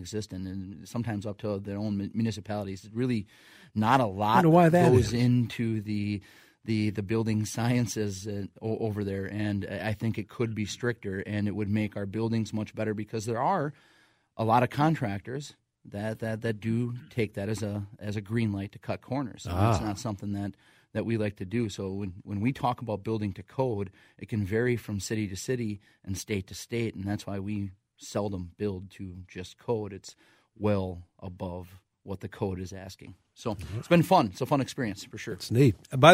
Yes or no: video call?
no